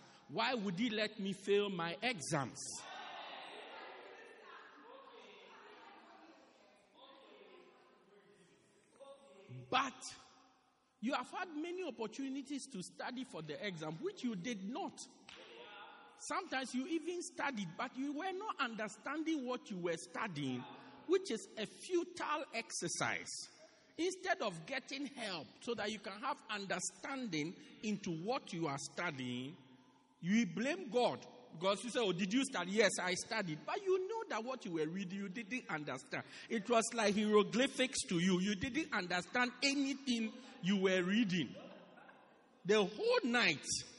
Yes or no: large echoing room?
yes